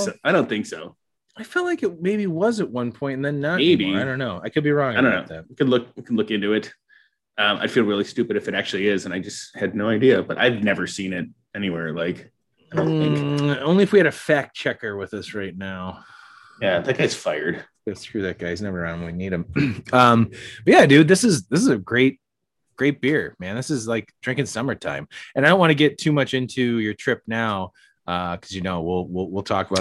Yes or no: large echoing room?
no